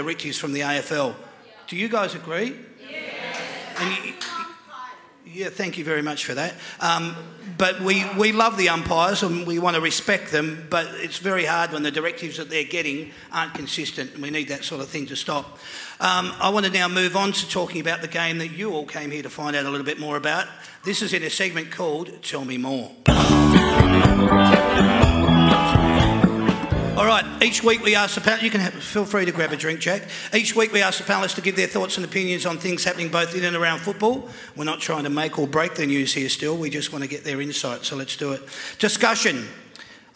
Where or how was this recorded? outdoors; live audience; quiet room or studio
live audience